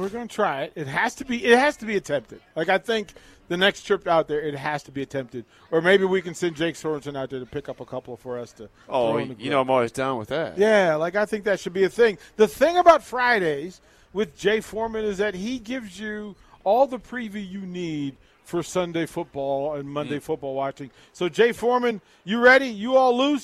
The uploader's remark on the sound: Nebraska Football Talk Live from Barry's